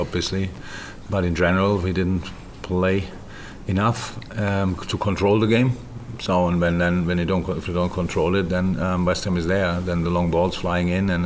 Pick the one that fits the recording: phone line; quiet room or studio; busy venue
busy venue